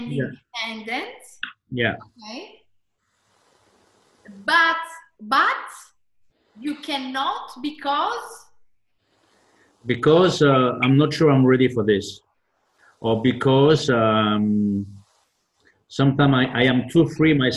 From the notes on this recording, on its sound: This is a recording taken from my last webinar.